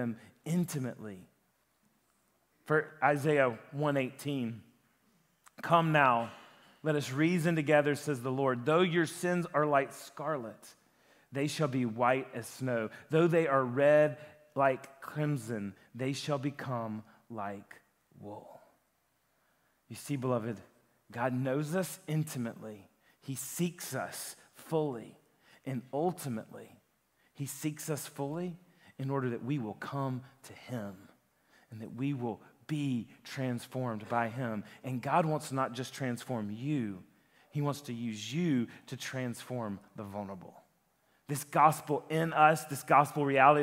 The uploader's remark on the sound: a sermon that he preached at Lifepoint Church